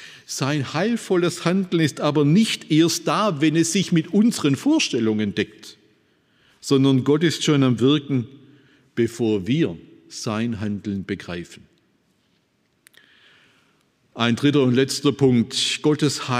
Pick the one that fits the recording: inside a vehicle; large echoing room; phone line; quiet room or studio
large echoing room